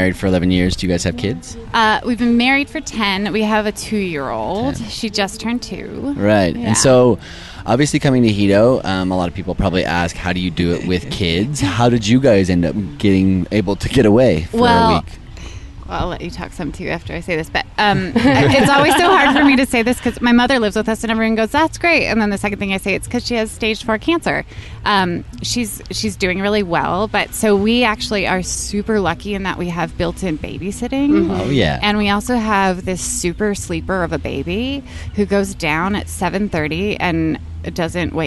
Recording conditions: busy venue